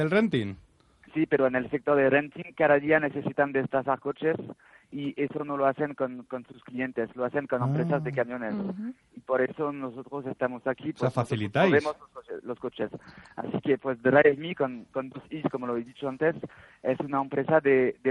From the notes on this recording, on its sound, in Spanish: que también por teléfono, nos ha contado